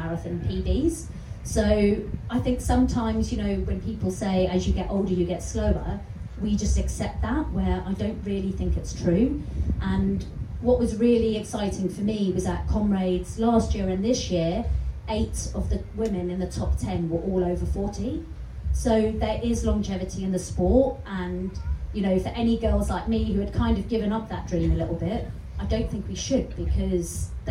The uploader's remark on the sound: Live from Love Trails Festival. This episode is a live recording from the festival, where it was a little windy as we were on the Welsh coast!